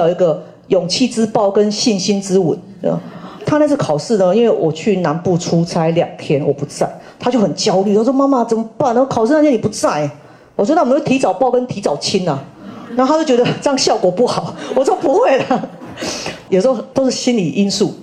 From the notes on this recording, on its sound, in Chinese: 人文讀書會現場錄音